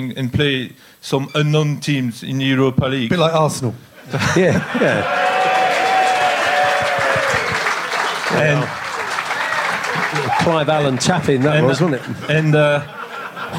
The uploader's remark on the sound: Live from Cafe Berlin in the heart of Madrid just hours before kick off of our most important match this century, we bring you a room full of devoted Lilywhites